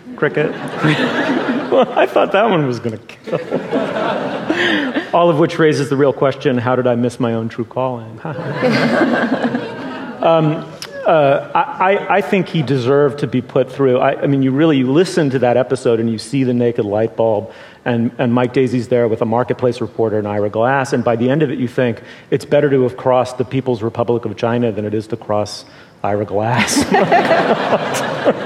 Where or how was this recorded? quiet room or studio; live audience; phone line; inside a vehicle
live audience